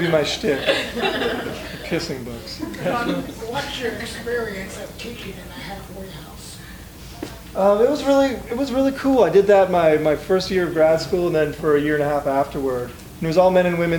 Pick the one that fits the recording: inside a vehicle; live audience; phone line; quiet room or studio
live audience